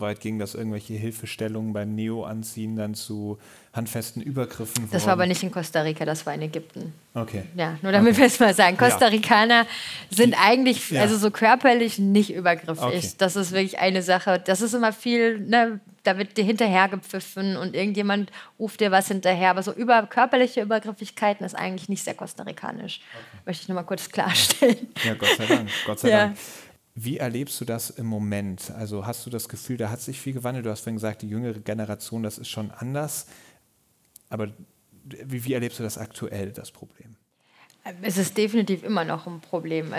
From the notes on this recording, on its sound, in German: Die Aufnahme vom Live-Podcast. Auf der Bühne des „KFZ“ in Marburg.